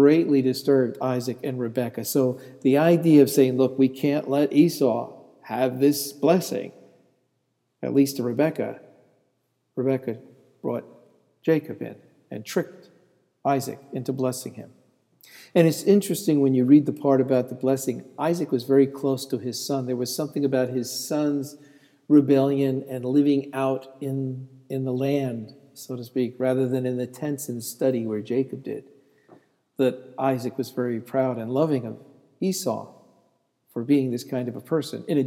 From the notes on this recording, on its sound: This sermon was delivered on August 3, 2014 at Laurelton United Presbyterian Church and Calvary St. Andrew's Presbyterian Church - both in Rochester.